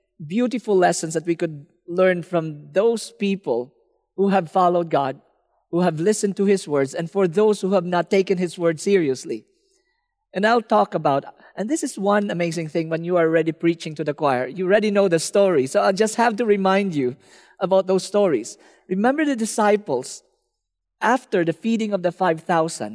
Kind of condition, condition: setting, live audience